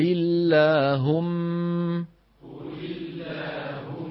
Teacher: يصاحب اللام المفخمة تقعر لوسط اللسان وتضيق في الحلق